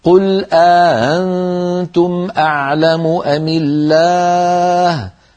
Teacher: رواها عن نافع بإدخال ألف بين الهمزتين مع تسهيل الهمزة الثانية، هكذا قل أنتم أنتم، الهمزة الثانية لا تكون محققة، ليست أنتم، وإنما تكون بين الهمزة والألف، هكذا قل أنتم أعلم أم الله، وهي لهجة عربية صحيحة ونقلت إلينا قرآنا كما أسلفت منذ قليل.